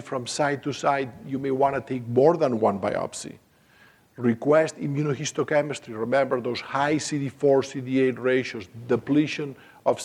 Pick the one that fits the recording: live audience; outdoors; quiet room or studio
live audience